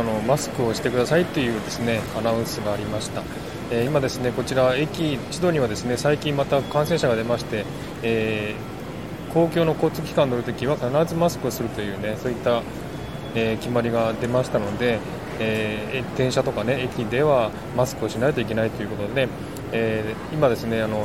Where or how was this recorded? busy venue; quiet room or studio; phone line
busy venue